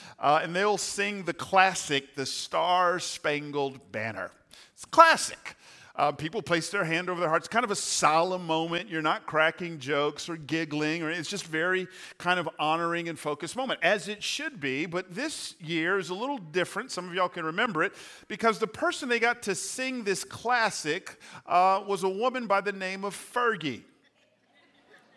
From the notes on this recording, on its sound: Recorded on 4/2/23 at Hope Church in Las Vegas.